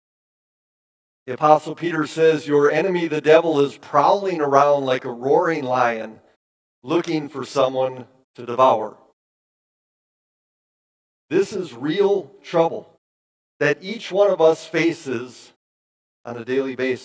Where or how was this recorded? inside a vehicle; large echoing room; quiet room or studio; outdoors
large echoing room